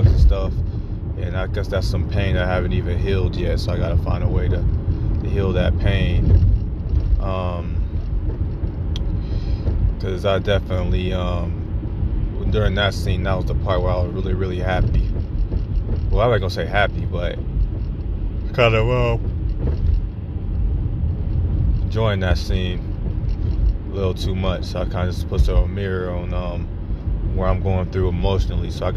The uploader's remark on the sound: I am in the car on my way to a friend's house.